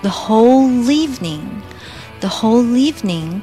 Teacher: whole 后面的 l 卷舌和 evening 前面的 e 可以做一些连读